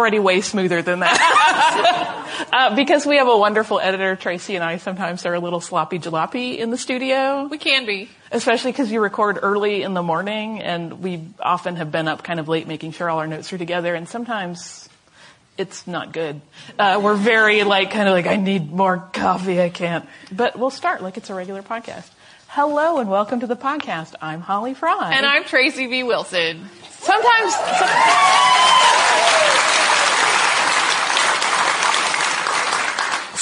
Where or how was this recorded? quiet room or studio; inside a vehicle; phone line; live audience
live audience